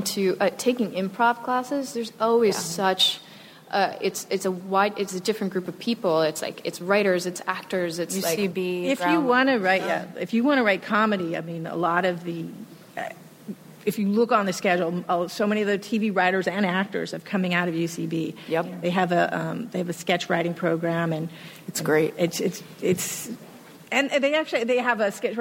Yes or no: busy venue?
yes